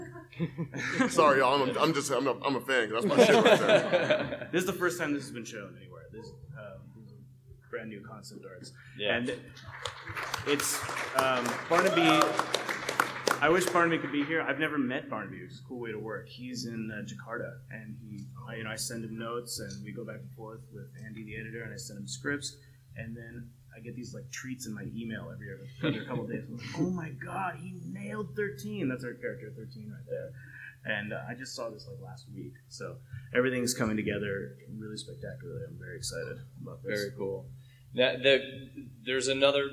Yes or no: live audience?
yes